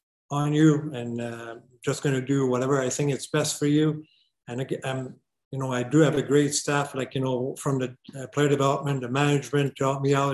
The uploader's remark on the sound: ALLENTOWN, PA. The AHL Report team joined the Flyers’ virtual media call.